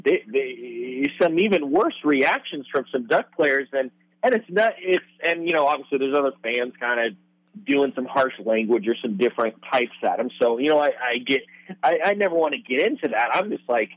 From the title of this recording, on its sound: Oregon Call-In Show